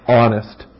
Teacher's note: at the start of the word honest, your throat was momentarily closed to begin the ah sound of honest · Term: closure of the throat